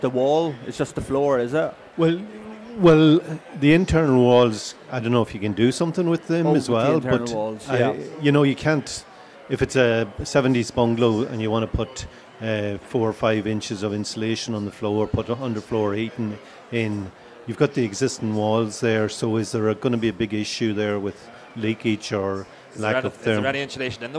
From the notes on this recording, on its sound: We caught up with them at Selfbuild Live Belfast 2023